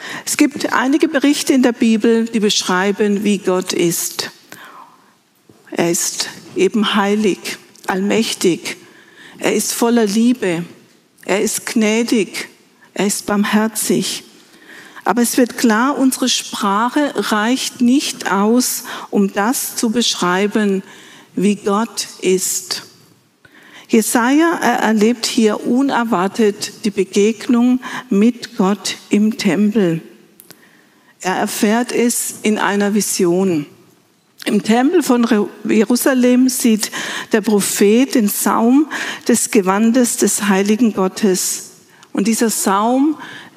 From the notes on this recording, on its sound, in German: aus dem Classic-Gottesdienst der Missionsberg-Gemeinde